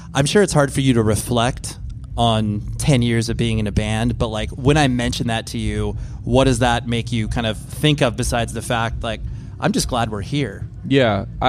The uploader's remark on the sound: LIVE FROM LDB FEST 2023. I recorded these episodes live at LDB Fest.